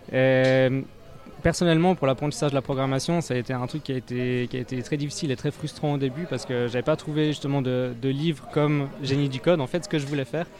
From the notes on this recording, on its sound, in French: Émission en plein air (!) et en public depuis l'Îlot13 à Genève le 15.12.2018